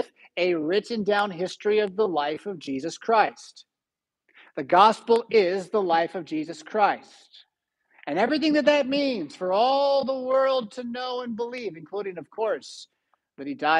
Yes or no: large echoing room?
yes